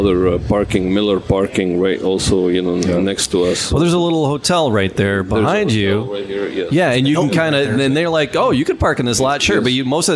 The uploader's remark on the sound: We broadcast live at La Casa